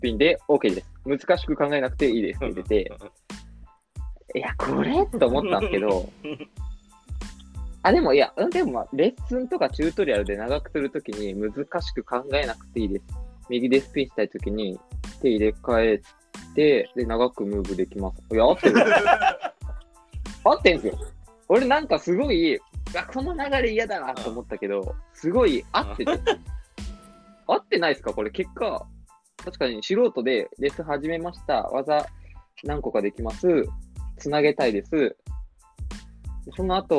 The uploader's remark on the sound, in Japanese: リモート収録